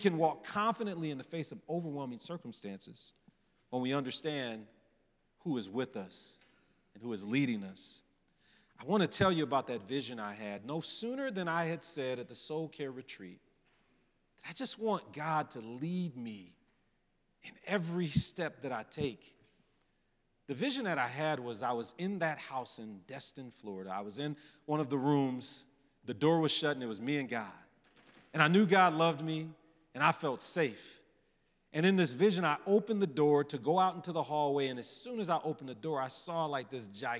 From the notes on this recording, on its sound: Presented by Asbury Seminary Kentucky Chapel, recorded on Tuesday, November 7, 2023 at Asbury Theological Seminary's Kentucky campus.